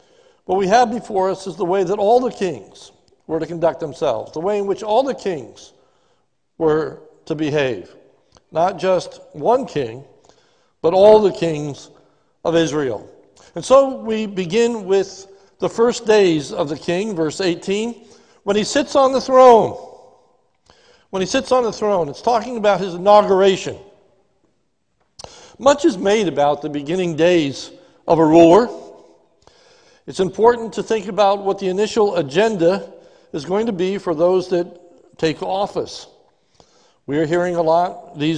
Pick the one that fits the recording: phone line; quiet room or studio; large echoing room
large echoing room